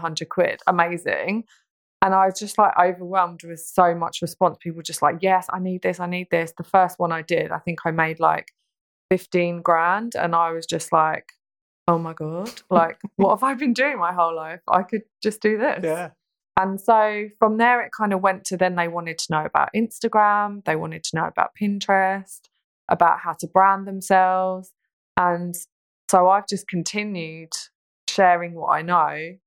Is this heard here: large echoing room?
no